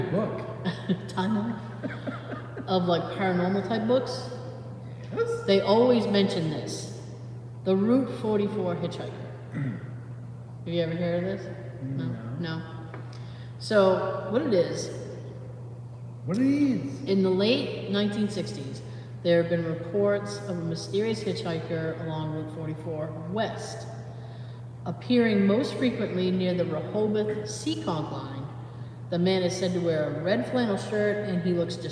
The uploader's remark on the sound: Recorded entirely in the Haunted Town Hall, we try to keep our cool as we hear noises throughout the night.